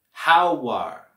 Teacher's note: Podemos vincular las palabras how are con el sonido wa.